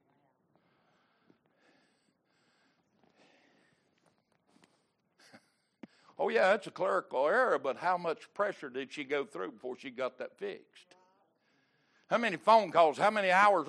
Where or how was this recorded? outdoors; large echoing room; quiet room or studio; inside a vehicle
large echoing room